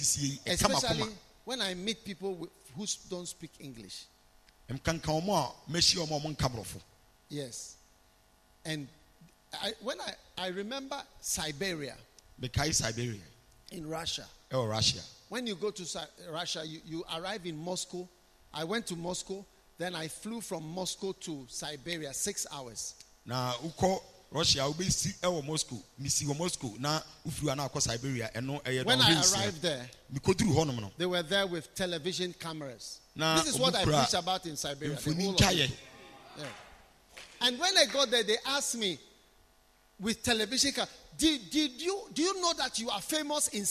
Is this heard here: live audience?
yes